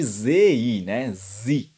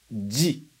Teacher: esse zi é um som que não existe no japonês. Então a gente vai ter que substituir por um som mais ou menos parecido, que é o di. · Shown in: second take